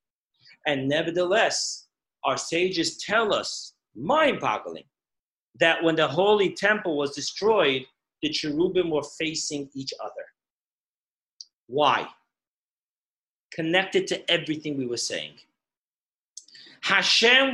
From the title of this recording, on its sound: Zoom Parsha Class